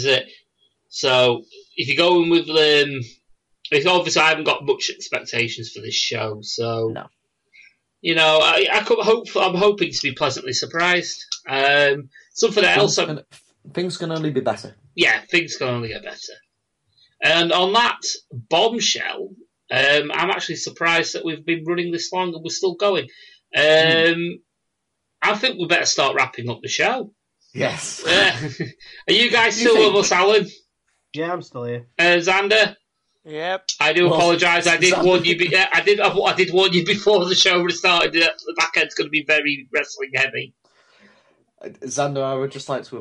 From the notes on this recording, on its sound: They gathered on Skype to record this episode. RAD is recorded "as live" and this show is no different!